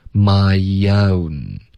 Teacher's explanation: my 跟 own 之间我们会有一个添加的 e，OK，因为 my 结尾有一个 e 的音，然后从这个 e 滑到 o，你的舌头会降下来 Yo,就导致一个很轻的一个 yo 了。